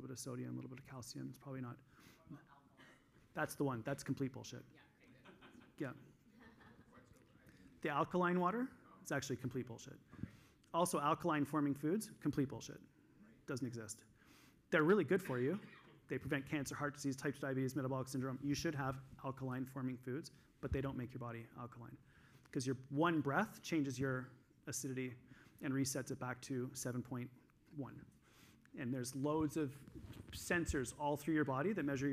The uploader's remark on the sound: This week I'm sharing the third session that I did at the EPIC Conference in Toronto in December of 2022.